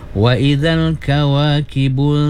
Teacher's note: nun mati bertemu dengan ta, ikhfa ya, kasih samar-samar bunyinya, ikhfa ya, dua harakat